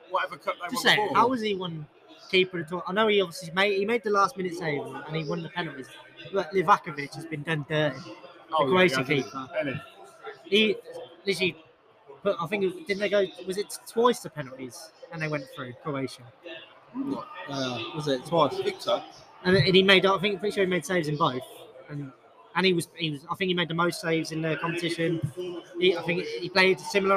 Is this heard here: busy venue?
yes